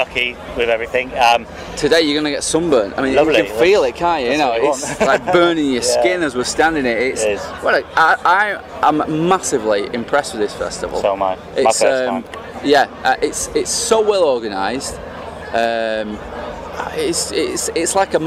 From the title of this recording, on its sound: Interview at Alcatraz 2014